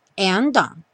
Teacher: And don't, só tem um som de D.